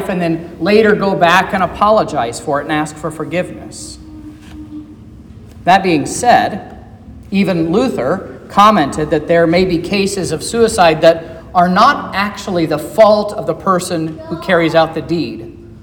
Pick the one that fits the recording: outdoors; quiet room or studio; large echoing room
large echoing room